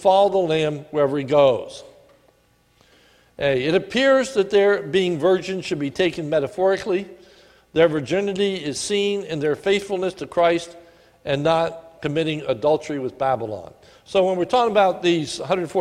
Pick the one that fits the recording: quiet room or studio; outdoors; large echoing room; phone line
large echoing room